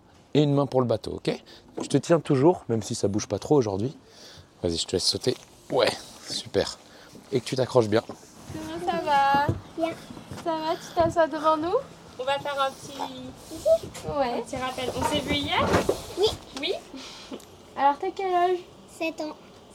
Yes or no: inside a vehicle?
yes